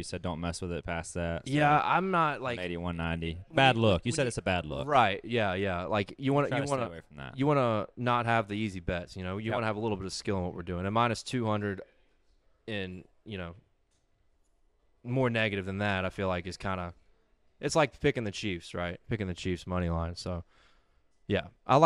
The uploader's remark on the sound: Garage Talk LIVE From Hooters Mall of Georgia